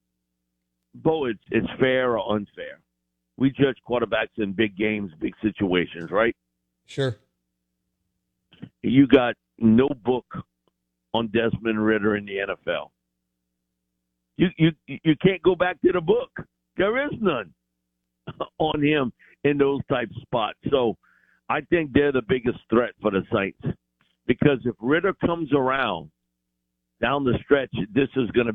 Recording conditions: phone line